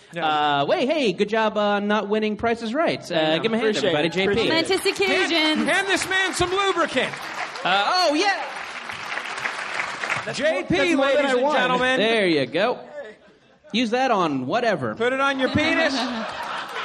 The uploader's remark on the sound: Live at the Downtown Independent. Live show with My Brother, My Brother and Me at the Downtown Independent in Los Angeles.